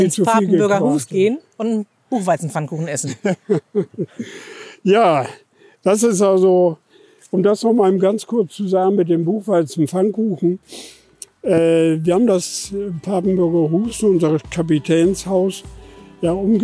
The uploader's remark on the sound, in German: Live-Streifzug durch das Areal von Deutschlands längster Fehnkolonie. Uns beim Talk auf der Von-Velen-Anlage den Papenburger Wind um die Nase wehen.